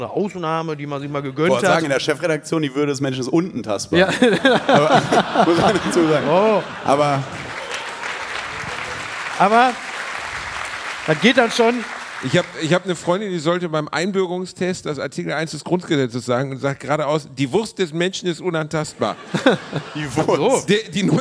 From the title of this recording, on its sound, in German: live aus Köln